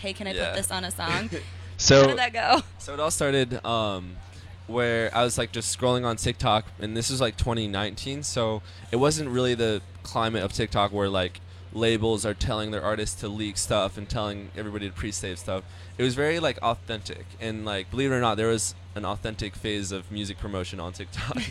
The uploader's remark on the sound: The MIX is live backstage at Lollapalooza 2022!